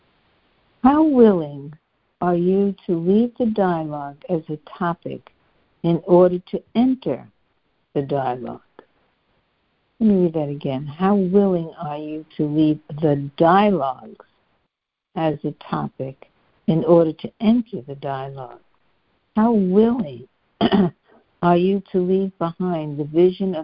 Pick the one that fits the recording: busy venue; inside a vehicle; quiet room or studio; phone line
phone line